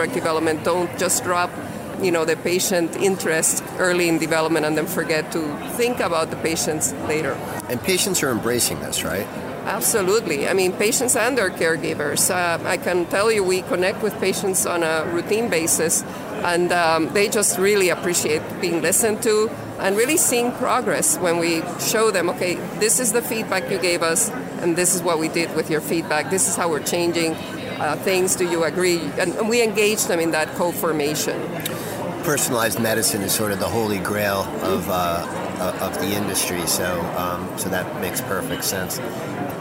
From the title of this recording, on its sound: Live at Pharma USA